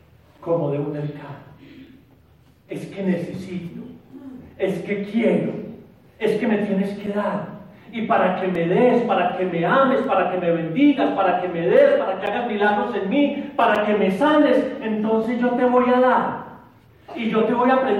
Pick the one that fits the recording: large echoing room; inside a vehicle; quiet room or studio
large echoing room